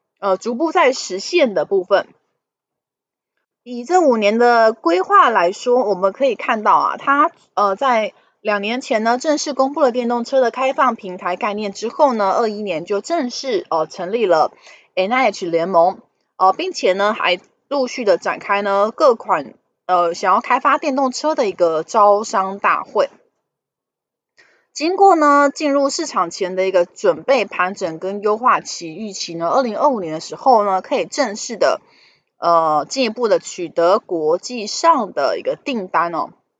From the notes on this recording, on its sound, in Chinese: 本集有些許雜音，已亟力避免，如有察覺請多多包涵